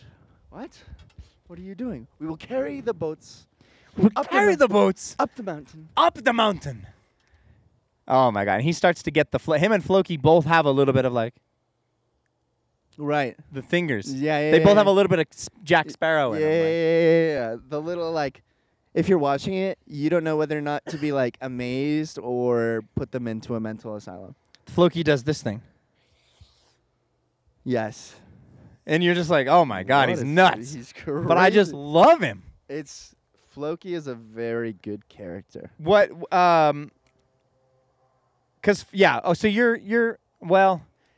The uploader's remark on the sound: Yes, we know the audio is a little punchy… ANYWAY, this week we’re comin at ya live from OUTSIDE the studio considering its exactly 102 degrees.